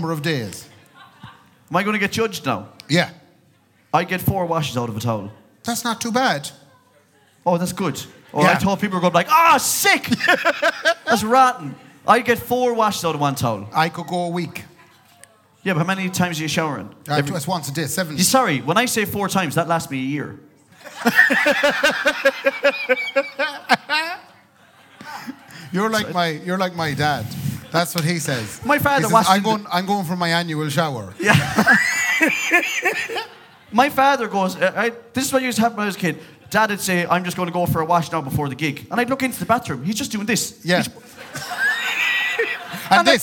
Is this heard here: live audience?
yes